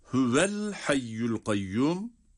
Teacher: Bu tür geçiş hallerinde hemze telaffuzdan okunmadan düşer. · Burada hüveye hareke verince yani vav harfi harekeli okununca sonraki el hayyul kayyum dediğimiz yerdeki El hayyu kelimesinin başındaki harekeli olan hemze okunmadan düşer. Yani telaffuzdan düşer. · Term: vasıl hemzesi